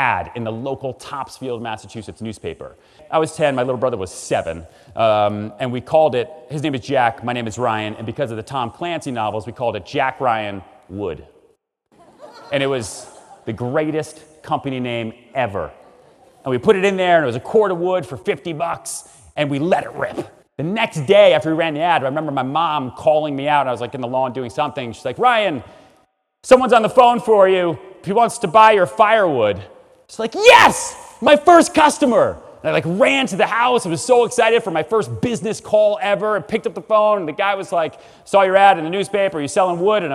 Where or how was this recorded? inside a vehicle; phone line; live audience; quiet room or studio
live audience